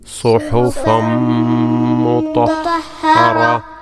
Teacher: ഒരു ചെറിയ ഒരു ഹ ഉച്ചരിച്ചുകൊണ്ട് അതിന് സുക്കൂൻ നൽകിക്കൊണ്ട് വഖഫ് ചെയ്യുക